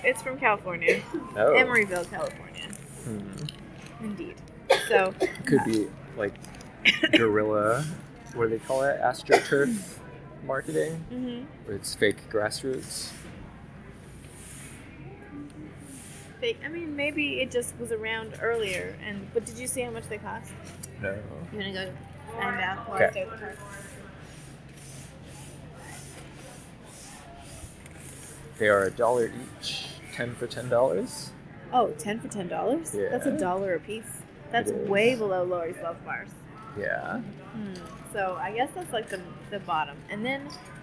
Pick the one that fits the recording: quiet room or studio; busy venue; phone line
busy venue